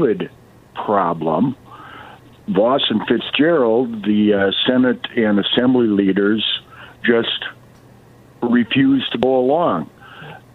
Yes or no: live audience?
no